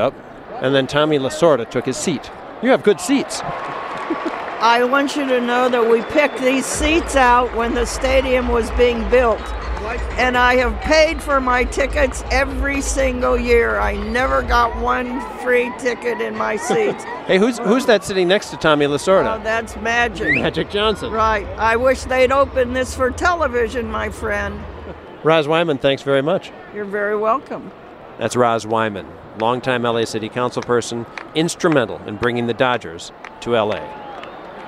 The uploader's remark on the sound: recorded at the 2015 Dodger home opener